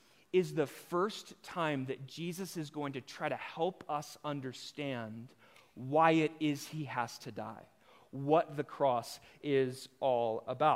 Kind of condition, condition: setting, large echoing room